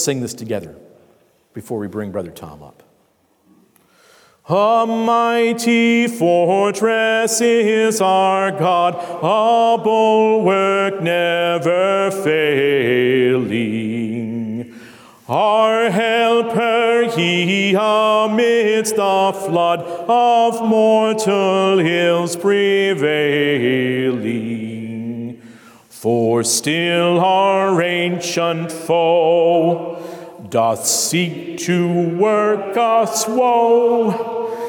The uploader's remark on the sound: Concluding discussion at the 2020 Sovereign Nations Conference. The Great Awokening Conference, Session 5.